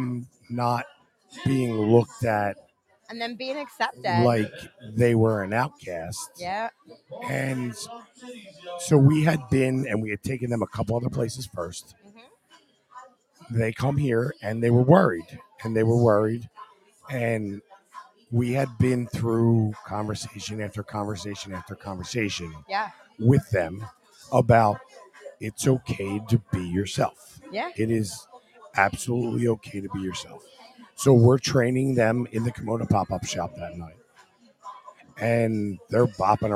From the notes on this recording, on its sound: LIVE from the Paradise Club